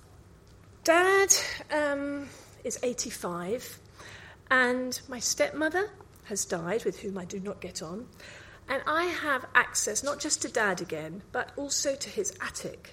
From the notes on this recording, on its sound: Recorded live at 5x15 Bristol in March 2017.